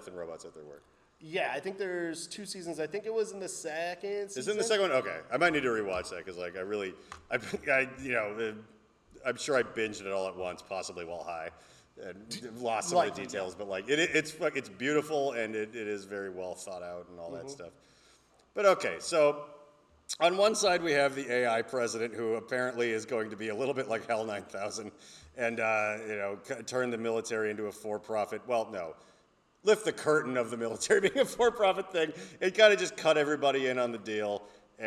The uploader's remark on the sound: We recorded this in a live theater